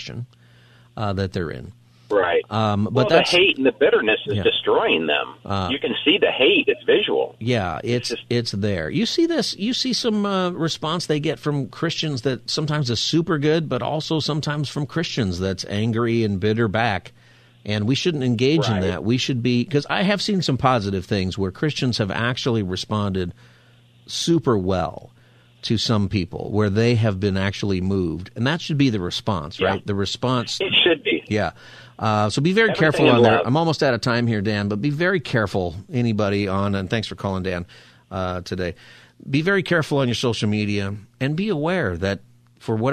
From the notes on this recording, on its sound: Open Phone Friday. Taking calls on any topic.